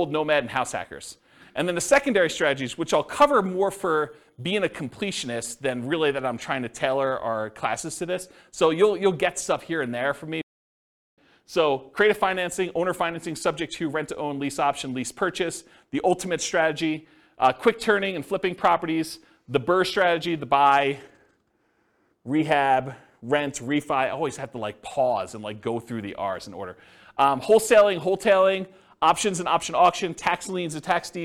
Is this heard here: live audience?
yes